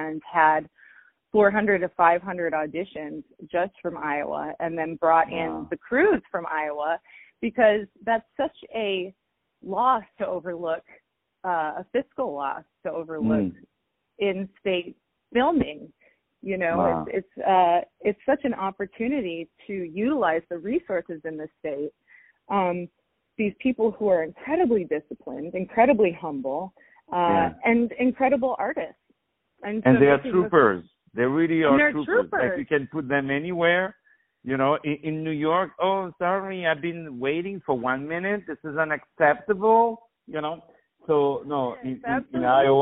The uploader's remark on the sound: On the phone